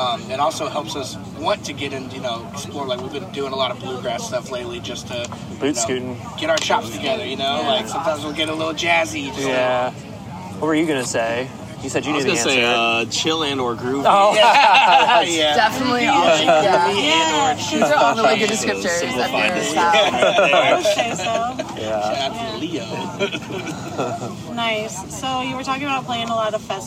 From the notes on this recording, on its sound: at Summer Camp Music Festival